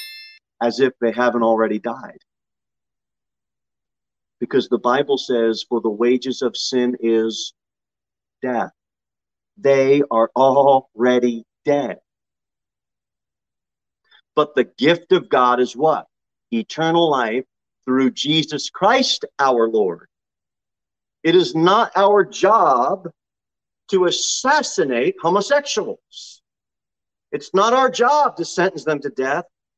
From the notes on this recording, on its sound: Sermon delivered at Pilgrim Baptist Church on Sunday, June 5, 2022 at 10 am.